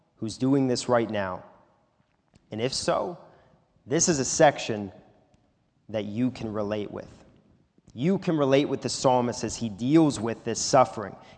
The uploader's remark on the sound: This is a sermon recorded live at the Lebanon Bible Fellowship Church in Lebanon, PA. During the evening service.